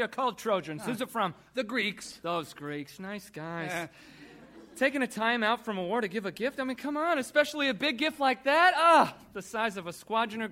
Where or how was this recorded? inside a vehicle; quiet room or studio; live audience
live audience